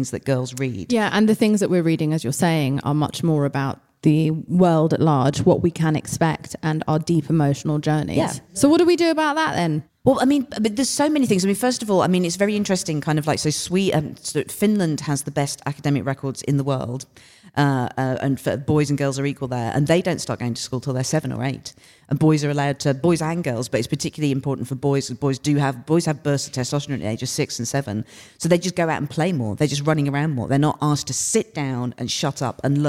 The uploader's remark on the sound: live episode - recorded from Kings Place for the 2023 London Podcast Festival